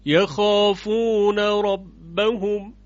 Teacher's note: بنابراین در یخافون ربهم ادغام صورت نمیگیره، یعنی نون در را ادغام نمیشود